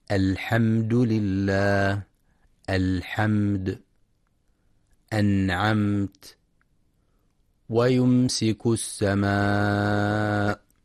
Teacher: إخراج الميم الساكنة من مخرجها من غير غنة ظاهرة معها إذا وقع بعدها أحد حروف الإظهار الشفوي، وسمي إظهارا لإظهار الميم الساكنة عند ملاقاتها لأحد حروف الإظهار الشفوي، وسمي شفويا لخروج الميم الساكنة المظهرة من الشفتين.